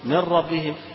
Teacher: من يغن على هذه الكلمة، يبقى الأصل من ربهم، من ربهم إدغام كامل هنا بغير غنى